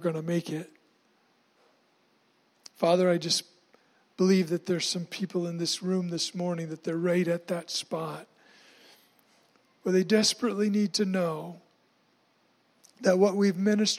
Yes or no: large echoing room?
yes